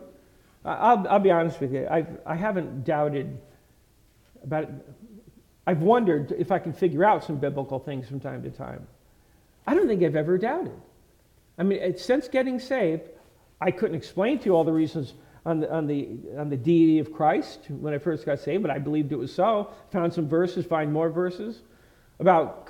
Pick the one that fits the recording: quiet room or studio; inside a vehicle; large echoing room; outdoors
large echoing room